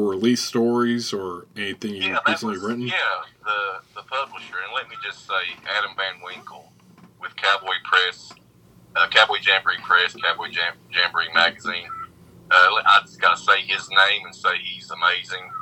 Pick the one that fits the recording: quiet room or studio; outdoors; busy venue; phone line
phone line